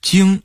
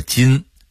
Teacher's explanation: 湖北安徽人说话没有后鼻音 · Shown in: second take